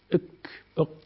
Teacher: الكاف والتاء شديدة تحبس النفس وفي نفس الوقت هي مهموسة، لكن الهمس هو ليس في المخرج.